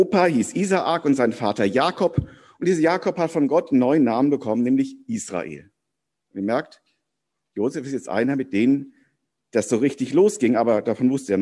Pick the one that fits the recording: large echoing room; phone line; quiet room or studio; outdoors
large echoing room